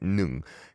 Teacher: 응, 응 has to be in the back of your throat there · Term: 이응 받침